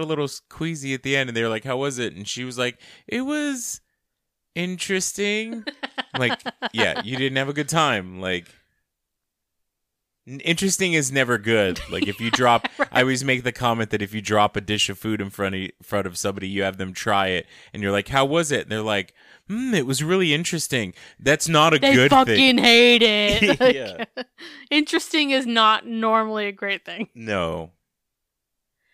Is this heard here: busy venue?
no